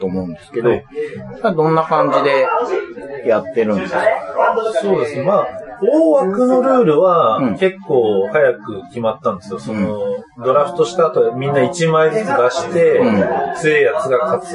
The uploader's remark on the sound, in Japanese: 居酒屋収録なので聞き取りずらいかもしれませんがご了承ください。